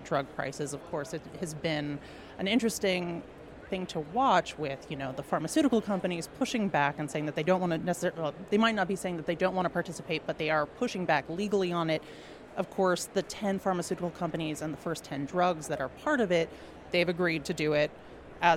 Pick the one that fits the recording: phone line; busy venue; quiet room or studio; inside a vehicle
busy venue